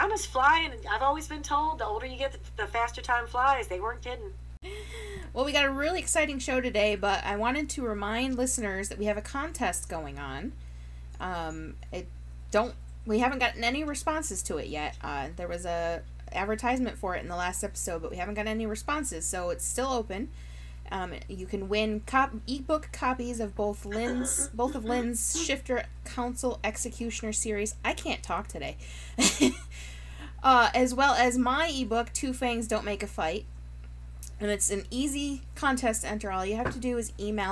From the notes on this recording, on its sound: We apologize for the hum that seems to be lingering in the background of this episode. We're not sure what happened to cause that, but we are investigating to make sure it doesn't happen again.